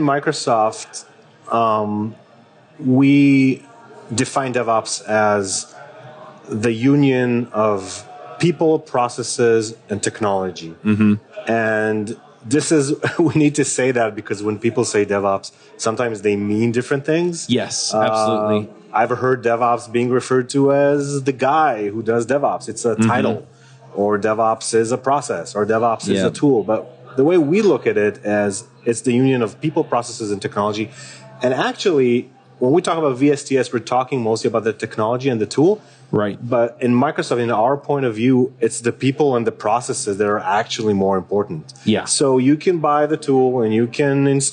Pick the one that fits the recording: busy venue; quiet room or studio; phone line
busy venue